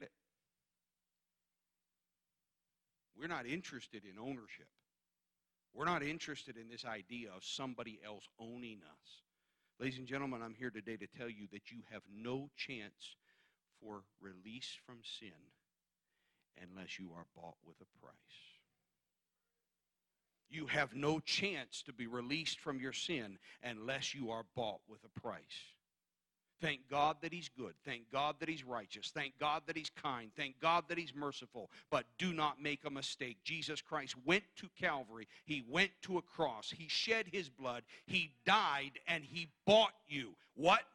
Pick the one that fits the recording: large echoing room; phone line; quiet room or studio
large echoing room